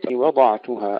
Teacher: ترقيق الواو ثم تفخيم الضاد